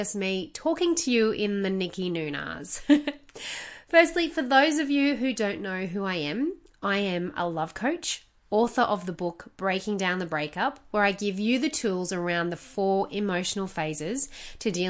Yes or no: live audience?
no